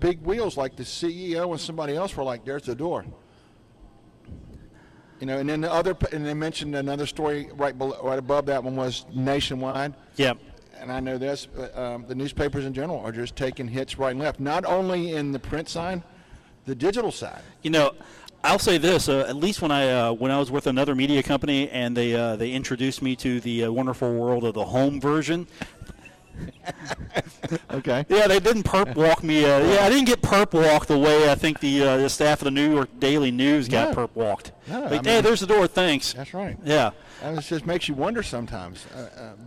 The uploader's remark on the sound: broadcast on location from the Union Pub and Grill in Huntington